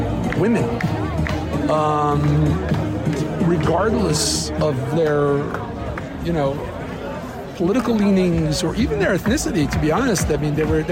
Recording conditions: outdoors